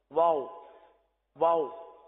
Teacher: واو میں ہونٹ گول ہوتے ہیں